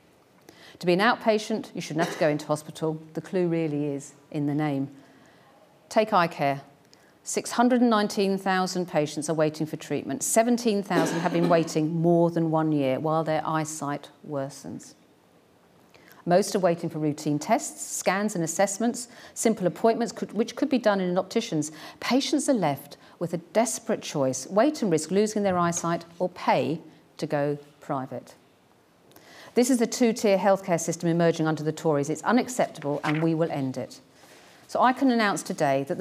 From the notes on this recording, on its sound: Keynote speech at Government 2024, the IfG's annual conference with Grant Thornton UK LLP.